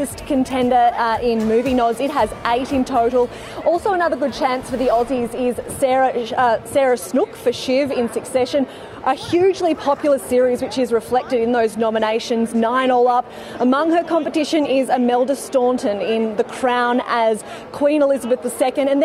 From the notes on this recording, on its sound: live from the Golden Globes in LA